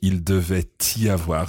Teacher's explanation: you're using the T of devait. To kiss, as I say, to kiss the Y. Okay, so using the liaison there.